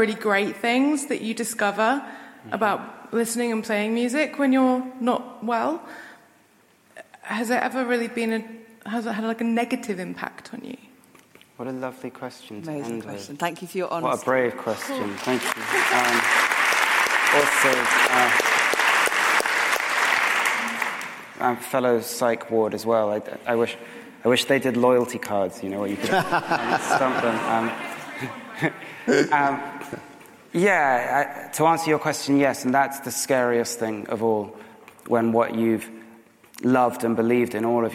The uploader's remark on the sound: This event was recorded on the 31st of January 2018, at Cadogan Hall in London.